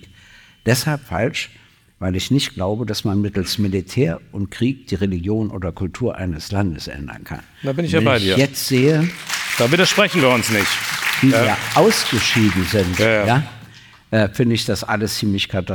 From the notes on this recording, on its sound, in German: Im Babylon Berlin. Ihr Publikum aufgerufen, Fragen zu stellen, welche sie live auf der Bühne beantworten.